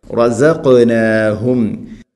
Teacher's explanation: ഹ തൊണ്ടയുടെ താഴെ ഭാഗം.